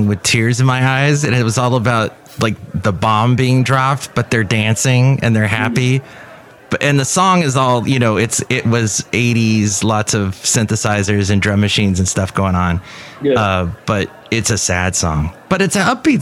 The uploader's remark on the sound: podcasts live from Café Anyway